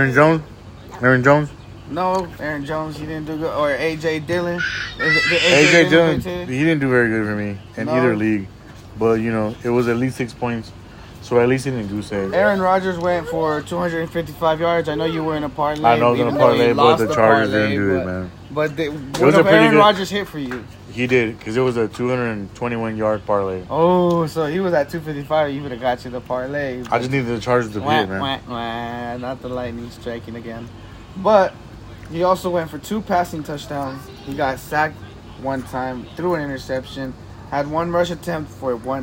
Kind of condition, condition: fault, phone or laptop microphone